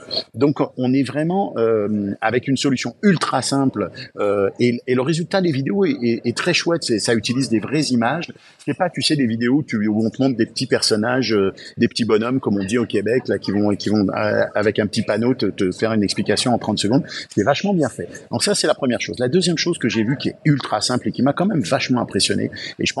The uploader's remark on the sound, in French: En direct du Podcast Movement